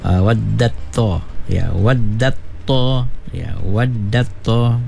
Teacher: macam huruf ta tu kita hilangkan · Term: idgham mutajanisa